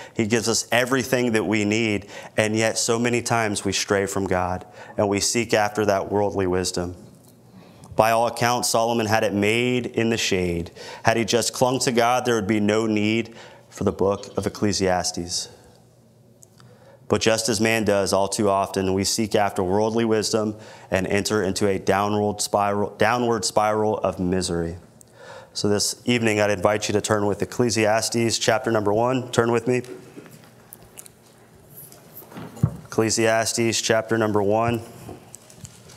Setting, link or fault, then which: setting, large echoing room